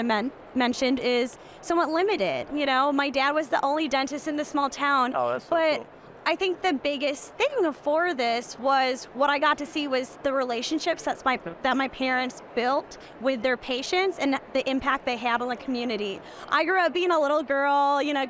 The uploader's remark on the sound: live from the Hinman Dental Meeting